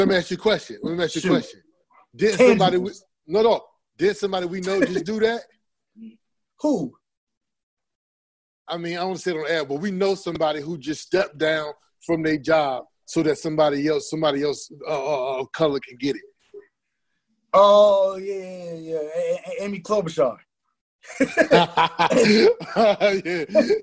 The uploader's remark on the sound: On Zoom call.